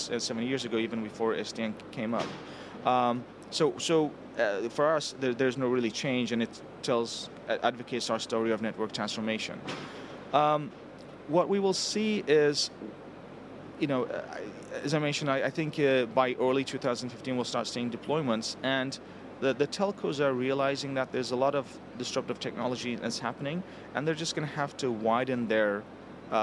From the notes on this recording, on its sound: Live from MWC. In this archive of a livecast.